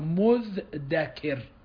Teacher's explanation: يعني أبدلت التاء دالا فصارت مذذكر، ثم أدغمت المعجمة في المهملة اللي هو الذال هي معجمة والدال مهملة.